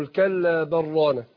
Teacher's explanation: لكن كلا بل رانا، عندنا بل رانا هنا حكمها الإدغام، حكم اللام هنا تدغم اللام في الراء من طريق القصر، من طريق قصر المنفصل · Term: الادغام